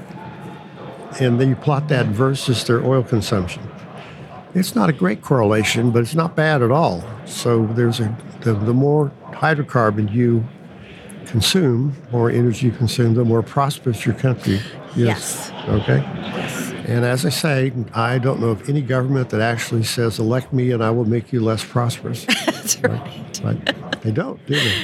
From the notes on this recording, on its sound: Recorded live at the SPE ATCE, San Antonio, TX.